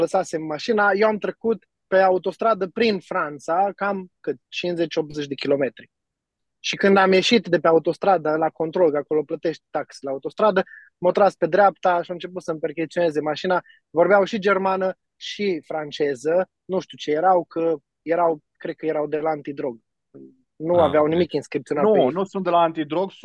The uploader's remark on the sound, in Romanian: Conferinta Zoom Saptamanala EcomSchool